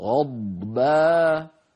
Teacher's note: الصواب أن نقول غض وبقولنا أض انتهى صوت الضاد غضبانا آسفا نعطي الضاد حقها من الرخاوة من الاستطالة من التفخيم من الإطباق